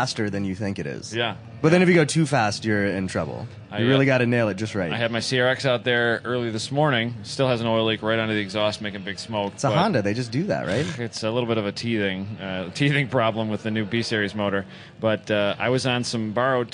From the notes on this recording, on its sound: Live from #GRIDLIFE at Mid-Ohio. Announcing duirng the #GRIDLIFE Track Battle Live Feed from Mid-Ohio Sports Car Course.